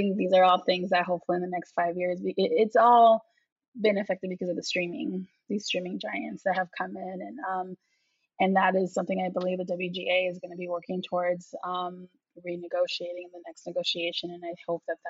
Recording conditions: video call